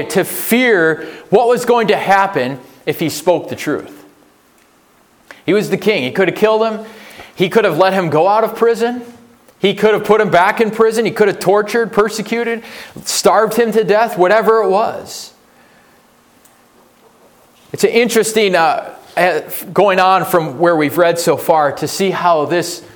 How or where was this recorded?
large echoing room